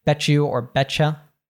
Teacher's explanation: oftentimes when we have a T plus a Y in American English, we change it. It morphs into a ch sound.